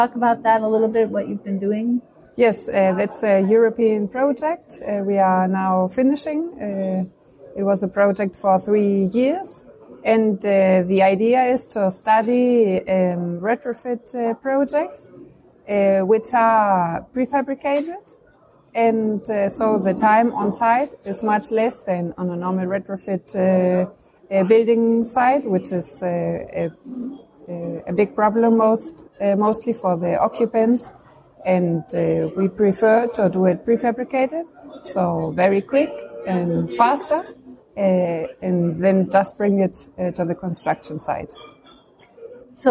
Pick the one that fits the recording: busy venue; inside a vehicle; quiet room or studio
busy venue